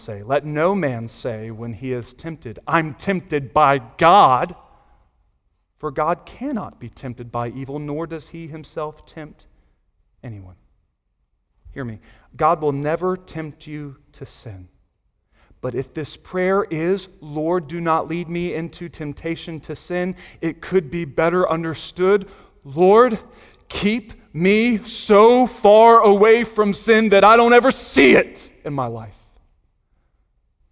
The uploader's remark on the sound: Sunday Morning Sermon Audio